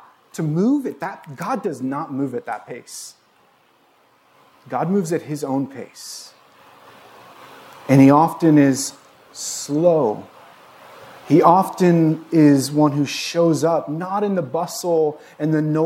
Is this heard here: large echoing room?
yes